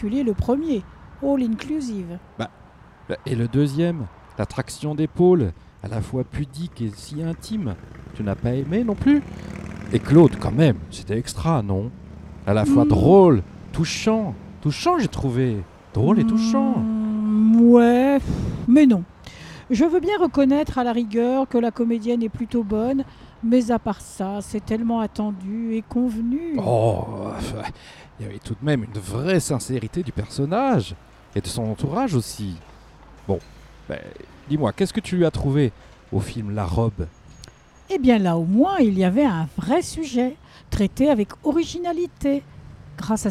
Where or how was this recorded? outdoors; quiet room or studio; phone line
outdoors